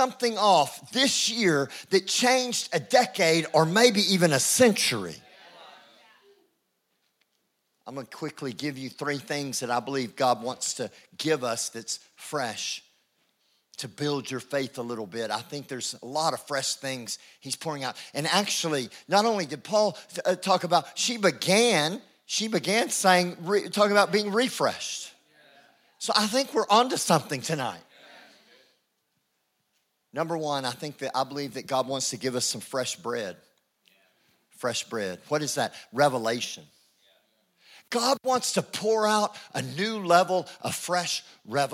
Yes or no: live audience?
yes